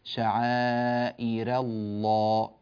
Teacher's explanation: فالراء مرققة بعدها لفظ الجلالة لامه مغلظة · Term: ترقيق الراء